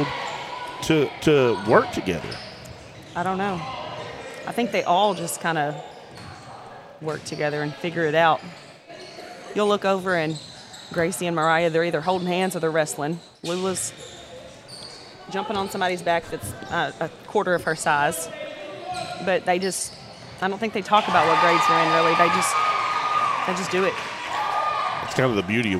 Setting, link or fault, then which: setting, busy venue